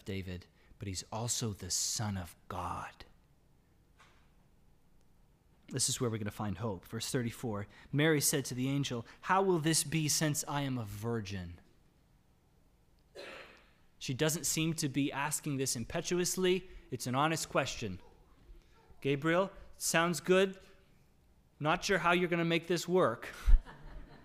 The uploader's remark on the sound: Sermon audio from LBC worship service on Sunday, December 5, 2021.